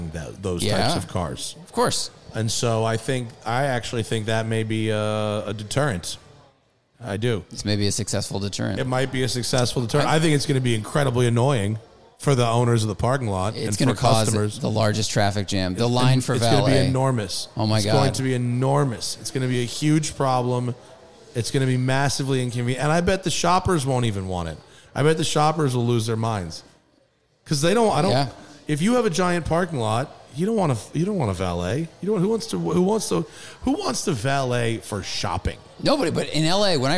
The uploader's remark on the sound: Recorded from Porsche Santa Clarita